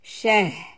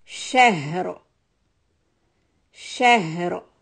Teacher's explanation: Ha sukun and ra sukun. Sheen fatha is sha and then the ha is deeper into the chest. Sheh. With a sukun sound.